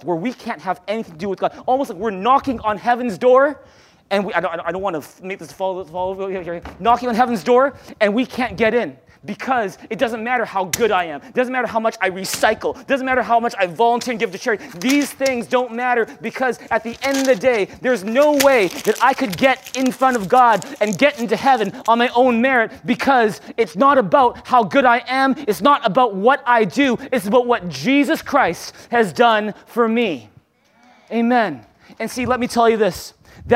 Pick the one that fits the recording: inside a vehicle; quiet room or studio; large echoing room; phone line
large echoing room